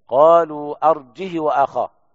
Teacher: بدون همزة وكسر الهاء بدون صلة الهاء